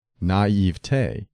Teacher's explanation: It is acceptable to stress the middle syllable, naivete, but the weight of authority favors the primary accent of the final syllable, naivete, which should rhyme with day, never with tea. · Don't add a spurious fourth syllable. It is acceptable to stress the middle syllable